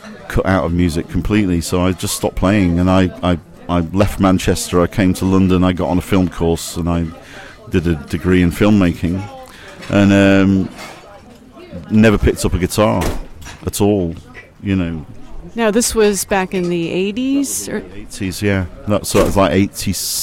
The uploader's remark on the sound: At a restaurant, shortly before the band’s gig at Sebright Arms.